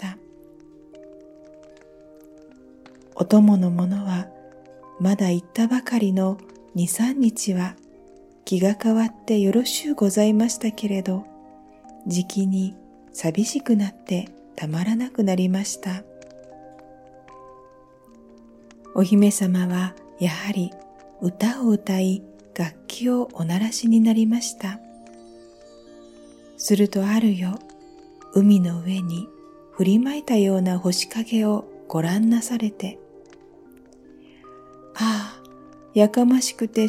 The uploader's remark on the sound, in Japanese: 焚火の音付き